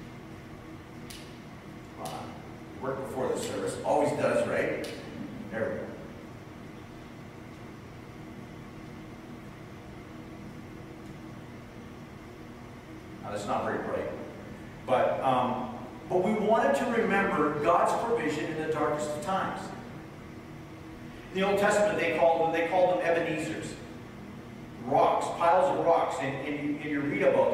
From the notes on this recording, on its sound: (Sorry for the poor audio this week, we had some technical challenges this past Sunday).